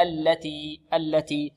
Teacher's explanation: هذه كلمات حذفت في أحد اللمين، ولا تشدد اللام ولا تفتح. هكذا التي التي.